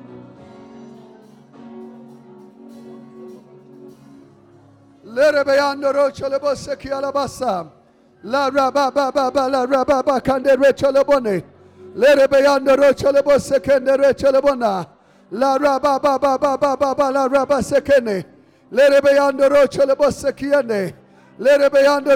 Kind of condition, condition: setting, large echoing room